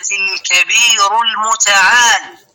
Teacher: حذفت الياء في المتعال